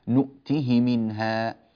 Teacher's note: هذه الكلمات هي كلمة نؤته منها، تمام، وقد جاءت الهاء مكسورة وقبلها تاء مكسورة وبعدها ميم مكسورة، يعني هاء مكسورة واقع بين متحركين، فأصل القاعدة أن نقرأها نؤتيه منها، لكن قالون لا يفعل ذلك، وإنما يقرأها قالون رحمه الله بكسر الهاء من غير صلة